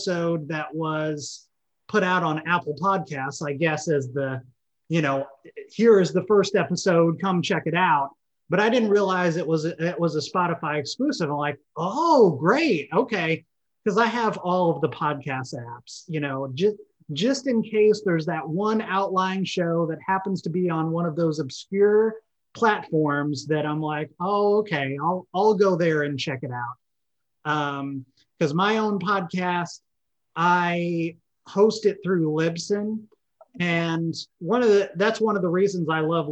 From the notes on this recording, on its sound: Recorded via Zoom